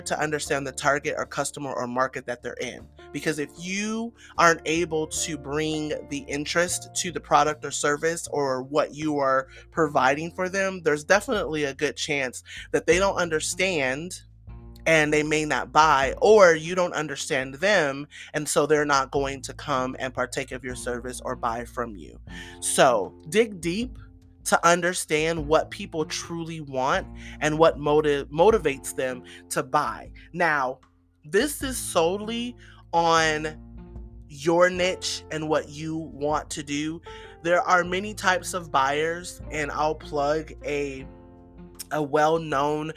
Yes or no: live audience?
no